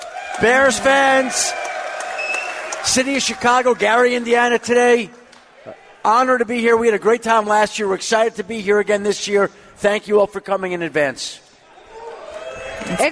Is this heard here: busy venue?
yes